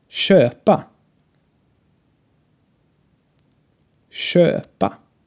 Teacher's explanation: Erstmal ein langes, geschlossenes Ö.